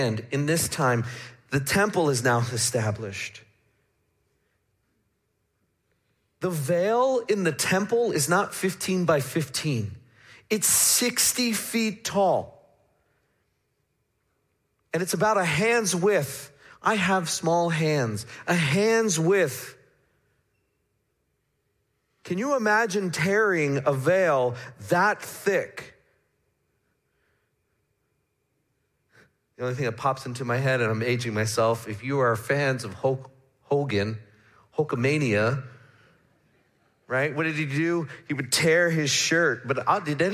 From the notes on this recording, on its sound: Midland Evangelical Free Church Sermon Audio